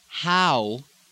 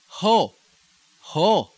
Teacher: Now, when you get into the islands, this one very frequently sounds the same as the O. So instead of how, it's going to be ho, ho, with the upward inflection, same as the O. · Shown in: second take